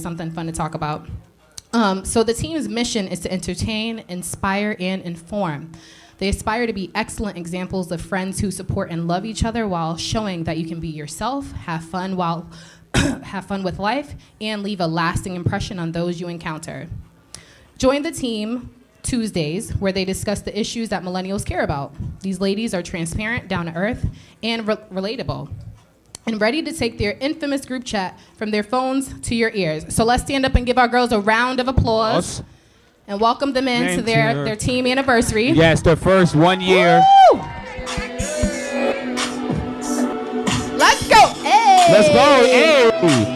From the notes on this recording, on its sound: We made it to our 1st anniversary so we had to celebrate big with a live show!!